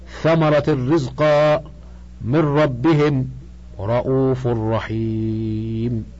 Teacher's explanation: الإدغام مع الراء واللام يكون بغير غنة، ومع الأربعة الباقية يكون بغنة، والغنة هي الصوت الذي يخرج من الأنف مع النطق، انتهى.